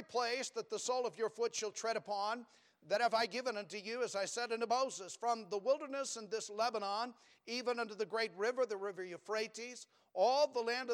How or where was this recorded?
large echoing room